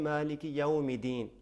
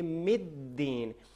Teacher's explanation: میم کو دال سے ملانا ہے، شدت ہے · Shown in: second take · Term: تشدید